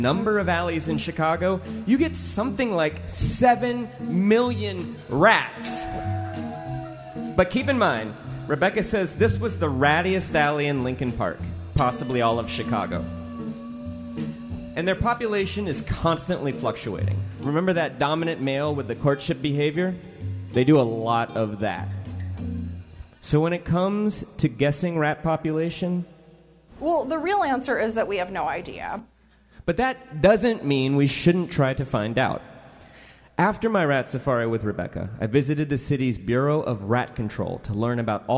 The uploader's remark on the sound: Chicago Rat Tales: Live at the Hideout.